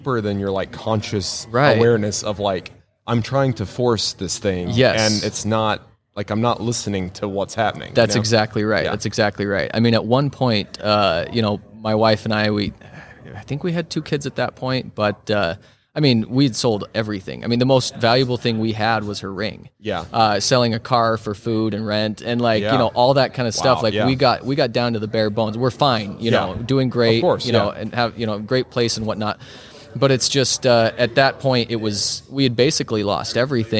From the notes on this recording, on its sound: LIVE from HAVEN 2022